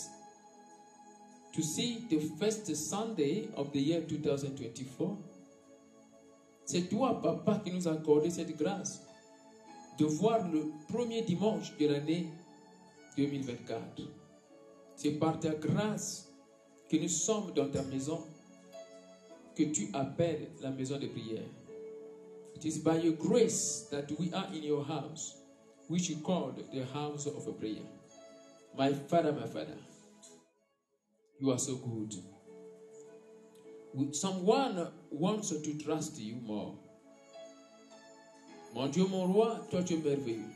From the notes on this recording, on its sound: Sunday Live Service